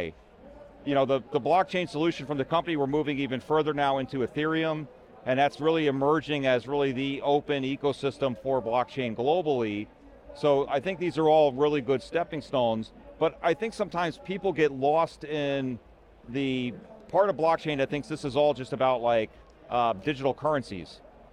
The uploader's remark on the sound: Recorded at VMware Explore 2022.